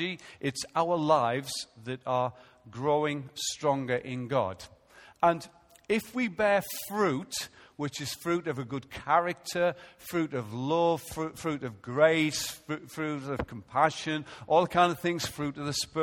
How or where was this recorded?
large echoing room